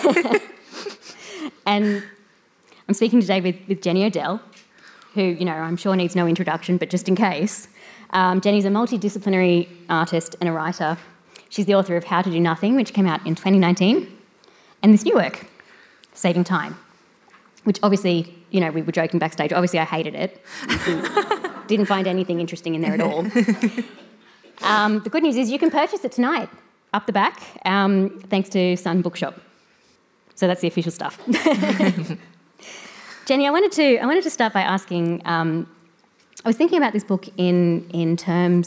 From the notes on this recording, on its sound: The event was recorded on Monday 22 May 2023 at the Wheeler Centre as part of World of Words.